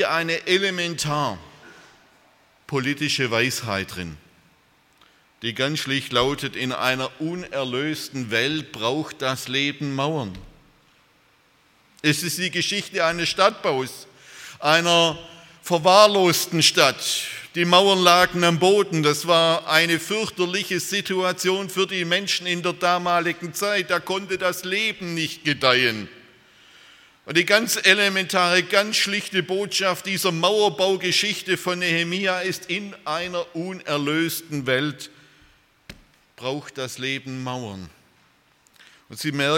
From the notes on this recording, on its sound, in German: aus dem Gottesdienst der Liebenzeller Mission